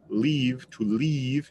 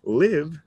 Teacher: It's almost more like an E latina. It's an elongated E. You have your tongue down in the bottom part of your mouth. · Shown in: first take · Whereas with live, vivir, you keep your tongue more up towards the roof of your mouth. · you keep your tongue more up towards the roof of your mouth. Tu lengua no está tocando la parte baja de la boca tampoco.